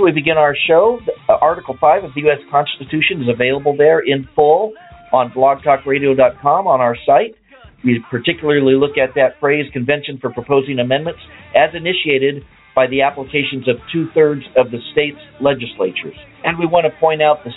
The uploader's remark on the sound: Today's episode will be open phone lines. We'll open up for phone calls right away.